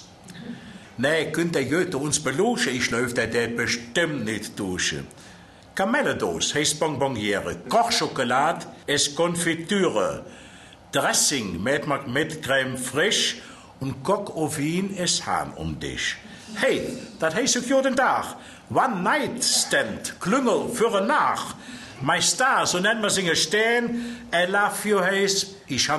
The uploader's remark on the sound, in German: Ein Großteil der vorliegenden Aufnahmen wurde "live" bei einer der letzten Lesungen vor seinem plötzlichen Tod im April 2004 mitgeschnitten. Die hörbare Begeisterung des Publikums für die kölsche Sprache.